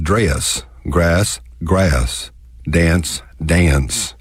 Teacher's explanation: In the traditional or classic Texas dialect, we have a tendency to stretch our vowels out and put a lilt into them. · Term: Texas diphthong